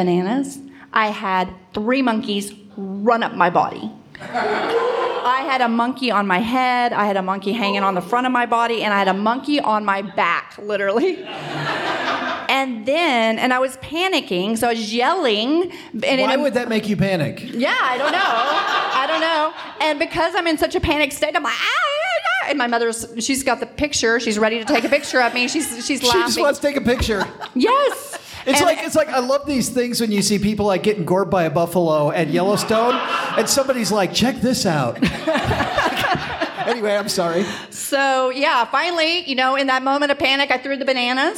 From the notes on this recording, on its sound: Interviews and stories with a live audience. Live from Bali! LIVE from Bali, Indonesia.